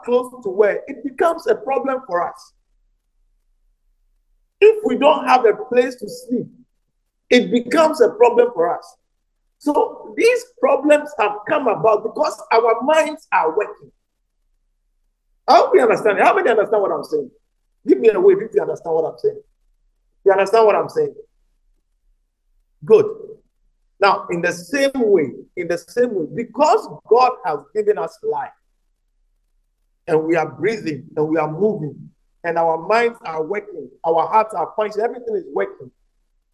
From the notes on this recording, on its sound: message preached at the Living Waters Cathedral